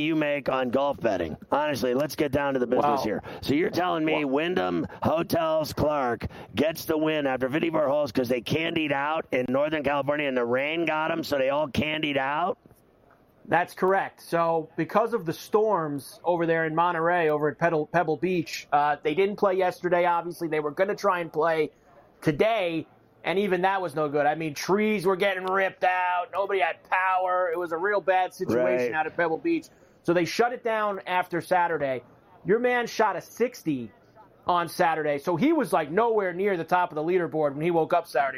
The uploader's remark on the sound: Live From Radio Row in Las Vegas!